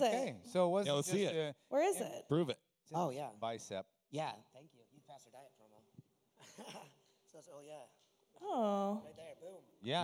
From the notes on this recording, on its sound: LIVE from #dym200. In front of a live studio audience at #dym200.